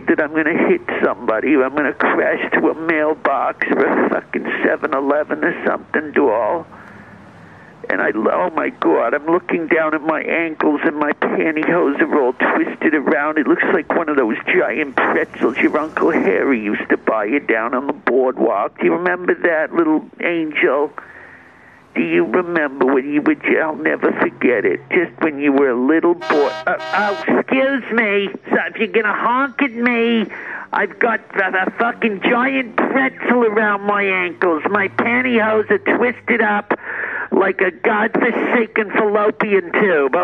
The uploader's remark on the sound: A phone call.